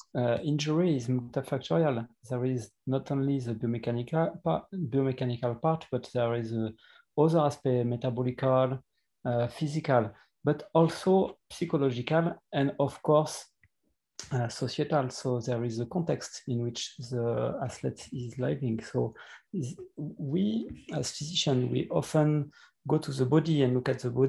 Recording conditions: video call